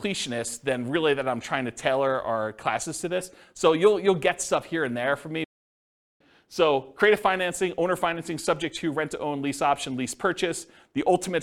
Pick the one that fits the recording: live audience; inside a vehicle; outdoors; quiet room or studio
live audience